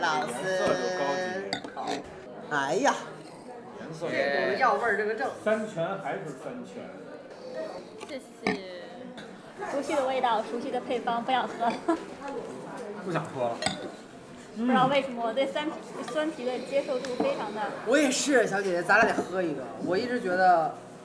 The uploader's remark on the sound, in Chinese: 在3月份麦子店“野菌与世涛”的品酒局里，我们在现场做了一个声音纪录，节目里穿插了部分现场录音。